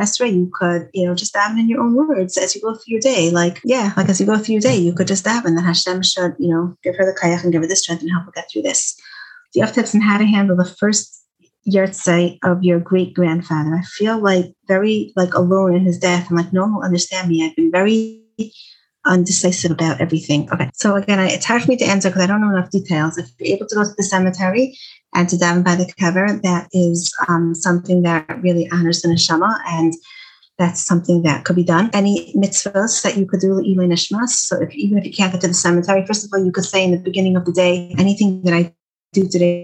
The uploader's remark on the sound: Zoom talk for teens given through Project Light.